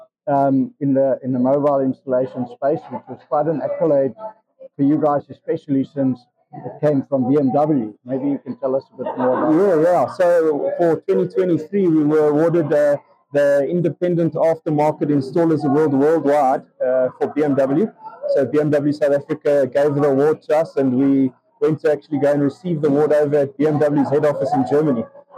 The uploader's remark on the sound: at the #AIE2023 conference.